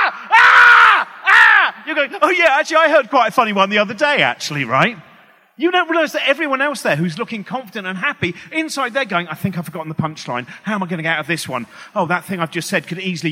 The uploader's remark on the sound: Recorded on 10th Feb 2020 at EartH Hackney.